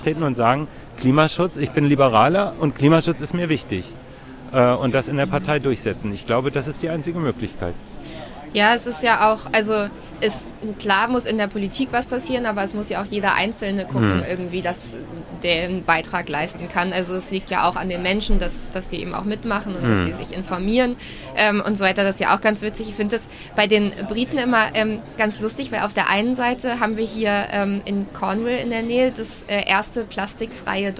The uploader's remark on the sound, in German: Zwei Wochen lang haben sich knapp 200 Länder in Glasgow zur Klimakonferenz COP26 getroffen - und wir waren mitten drin. Wir haben sie als Gespräch vor Ort aufgenommen.